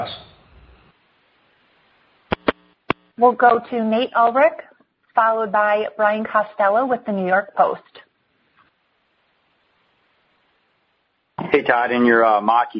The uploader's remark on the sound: NFL Draft Conference Call